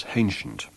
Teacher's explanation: We have a hypercorrect H in the word ancient, pronounced as hancient.